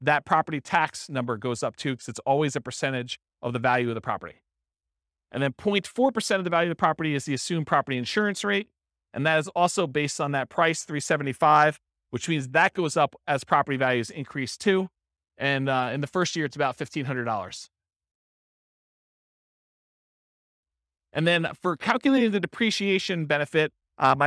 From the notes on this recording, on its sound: This was a live class recorded